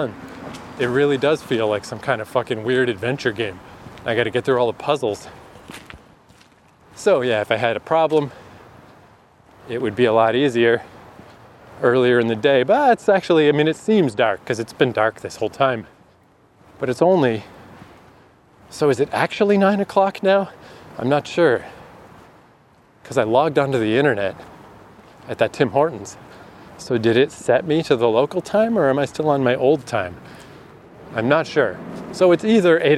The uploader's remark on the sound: Walking from the Montreal airport (is not a great idea).